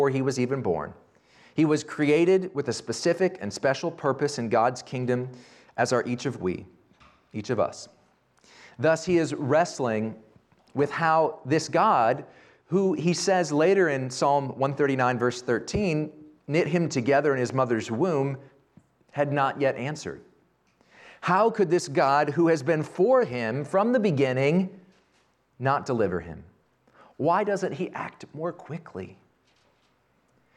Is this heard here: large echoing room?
yes